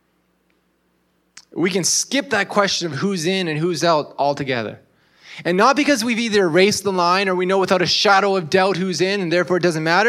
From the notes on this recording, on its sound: This was originally delivered at Grassroots Church on June 18, 2023.